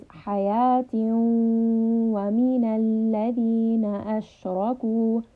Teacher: So here in حَيَاتٍ، there is a tanween. So we are merging the sound into the wow.